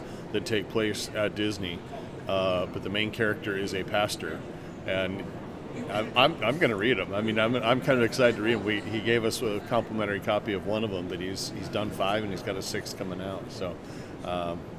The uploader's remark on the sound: LIVE from CPE 2022!